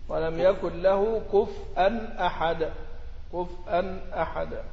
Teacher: يسكن الفاء ويهمز الواو